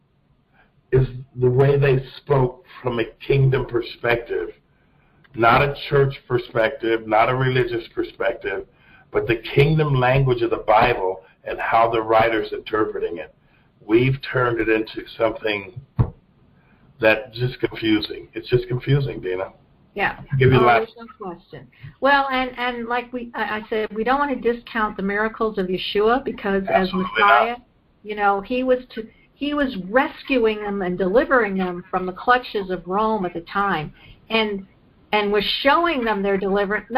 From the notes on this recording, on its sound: The audio quality was a bit rough, we apologize in advance